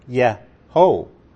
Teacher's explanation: that holam is pronounced like a long O